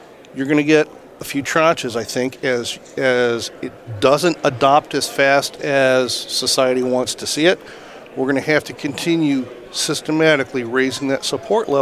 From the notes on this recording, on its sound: Live at AFPM. Live at the AFPM Annual Meeting.